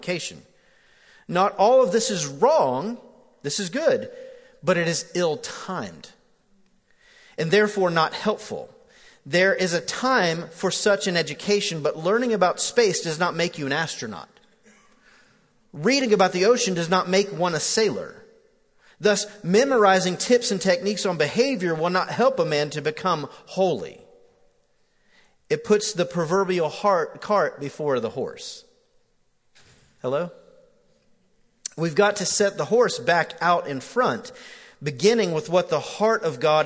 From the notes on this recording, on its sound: Recorded live at The Fellowship at Mt Juliet on April 28, 2019.